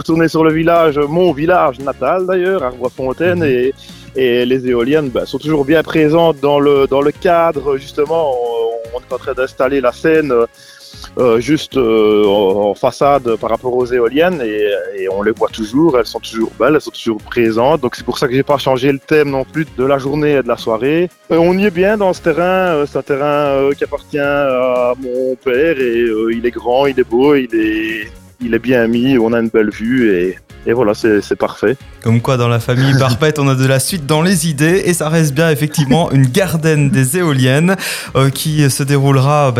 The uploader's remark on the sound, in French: A échangé par téléphone avec l'organisateur.